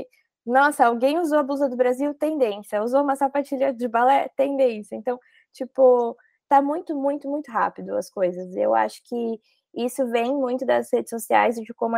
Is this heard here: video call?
yes